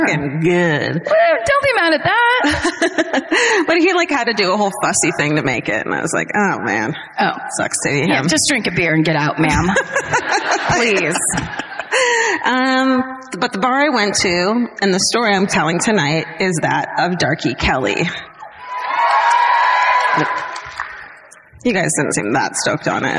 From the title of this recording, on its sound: Live at the Bord Gáis Energy Theatre in Dublin